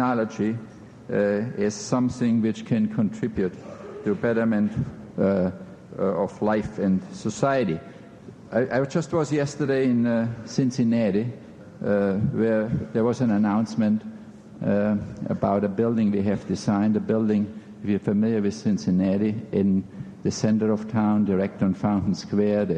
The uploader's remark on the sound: In this podcast, recorded at the Academy of Achievement's 1991 Summit in New York City.